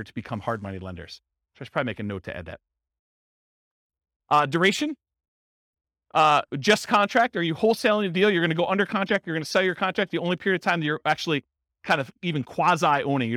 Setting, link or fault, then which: setting, live audience